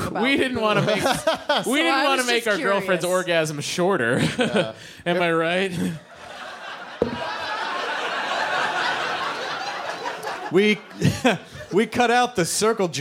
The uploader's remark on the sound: Live in Northampton, Massachusetts at the intimate and legendary "Iron Horse"! In-person quemments!